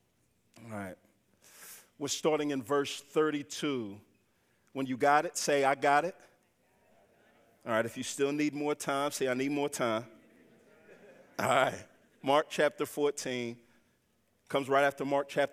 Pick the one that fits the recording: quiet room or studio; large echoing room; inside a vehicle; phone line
large echoing room